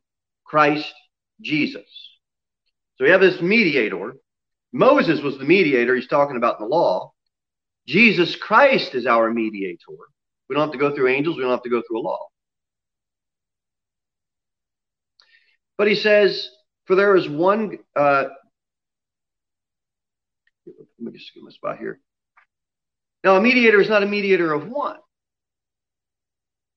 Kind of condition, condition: setting, large echoing room